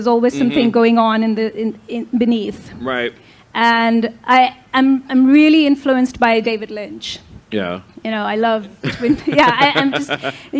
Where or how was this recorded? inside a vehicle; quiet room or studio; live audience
live audience